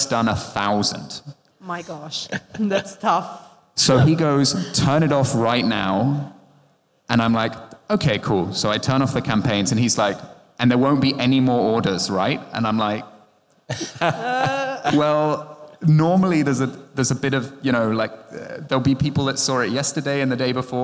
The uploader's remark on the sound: This episode of the Mobile Growth Nightmares podcast was recorded live at the 2023 ASO Conference in Berlin.